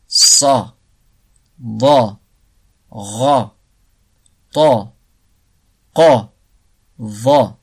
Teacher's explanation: l'arrière de la langue s'élève vers le palais en les prononçant. · Term: Al-Isti'la